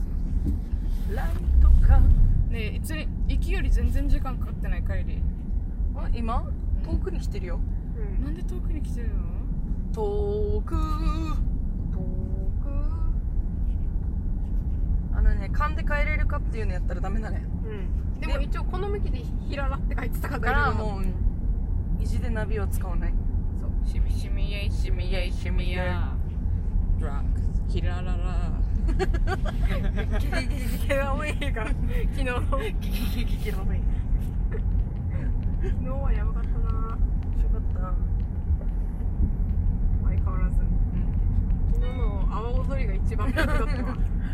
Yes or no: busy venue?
no